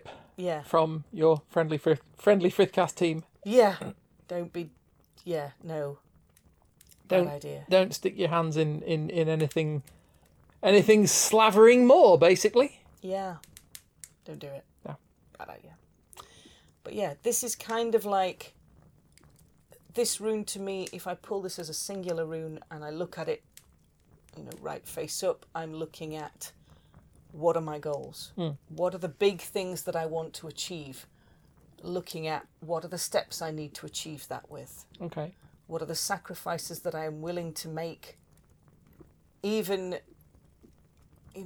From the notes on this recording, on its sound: Background fire ambience.